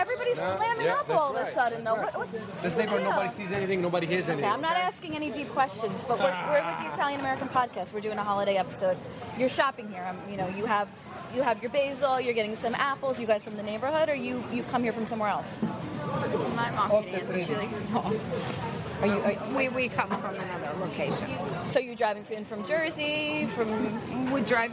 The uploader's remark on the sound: We visit Arthur Avenue, the Little Italy in the Bronx, NY. You will hear sounds from the main indoor marketplace on Arthur Avenue.